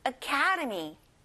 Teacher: 캐에 강세를 넣어보세요